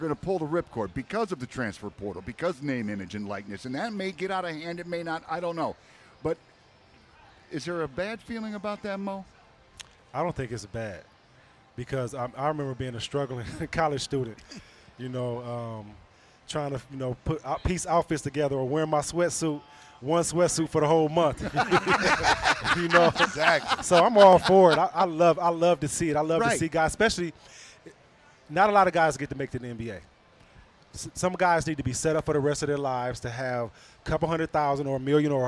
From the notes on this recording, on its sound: live from the new Ascend Sports Book at Soaring Eagle Casino and Resort